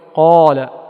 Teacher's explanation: يكون القاف أكثر ما يكون مفخما في نحو قولك قال